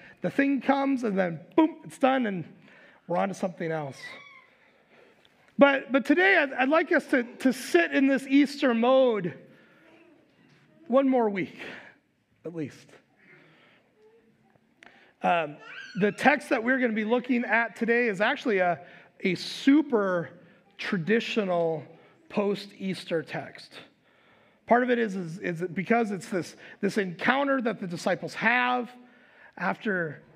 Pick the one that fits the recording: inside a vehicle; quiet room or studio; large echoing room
large echoing room